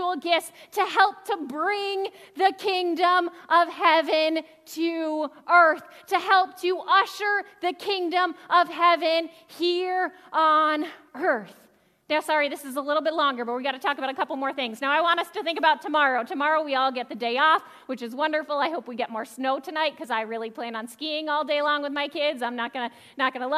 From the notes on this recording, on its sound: Audio from worship on January 15, 2023. Zion United Church of Christ.